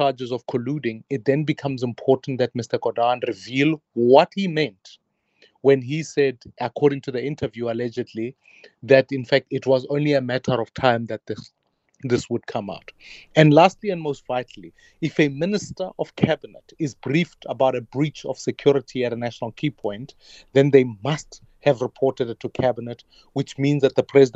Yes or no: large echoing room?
no